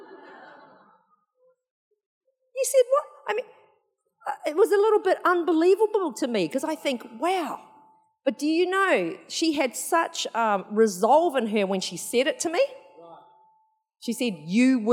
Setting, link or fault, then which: setting, live audience